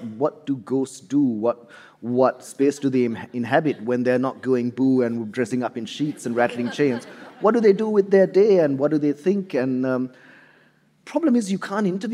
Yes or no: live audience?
yes